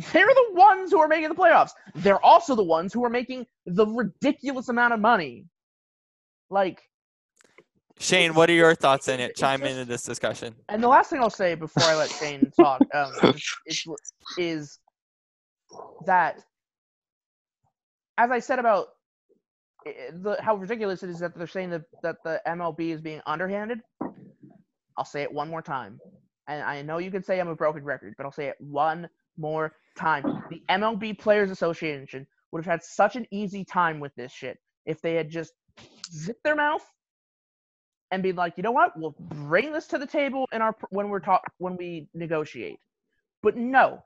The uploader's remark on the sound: are on Zoom